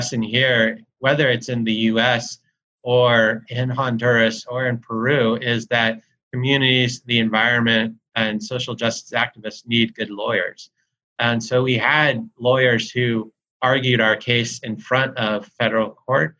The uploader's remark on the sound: As part of a live webinar hosted in partnership with the Catholic Peacebuilding Network, part of Notre Dame’s Kroc Institute for International Peace Studies.